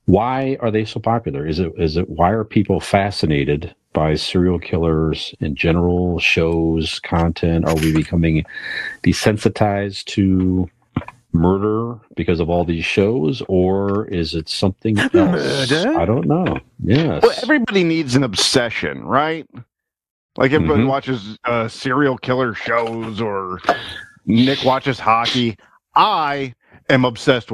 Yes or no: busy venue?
no